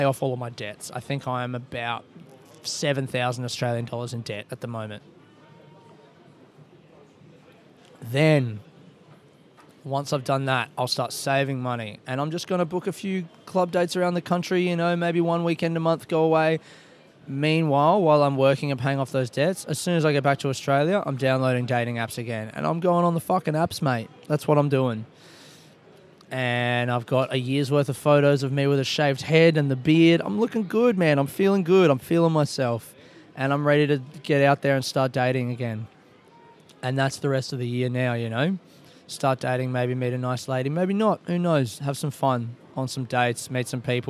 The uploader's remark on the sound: I recorded this episode of the podcast in Glasgow Airport while waiting for my flight to Paris.